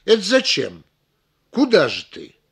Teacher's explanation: Эти словосочетания звучат как одно слово.